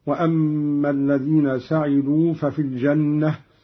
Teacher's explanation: قرأ قالون بفتح السين بالبناء للمعلوم هكذا. وأما الذين سعدوا ففي الجنة من سعد اللازم غير المتعدي.